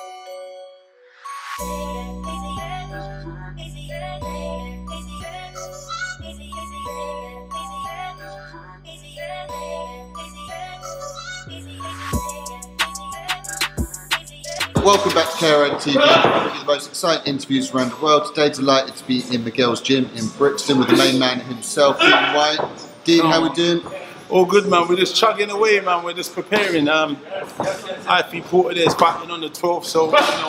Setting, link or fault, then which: setting, busy venue